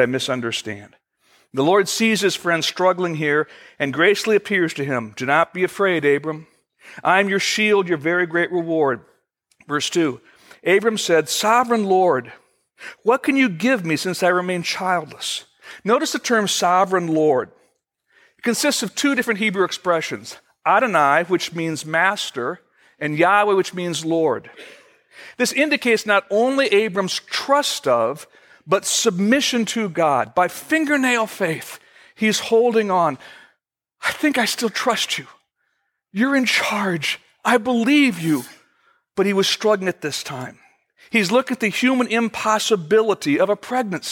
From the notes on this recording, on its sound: Originally recorded September 21, 2014, at Fellowship Missionary Church, Fort Wayne, IN.